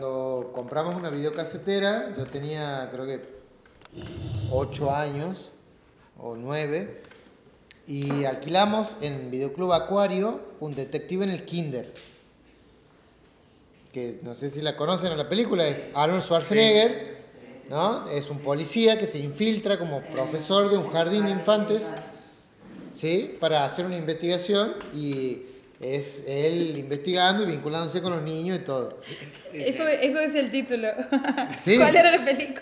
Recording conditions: live audience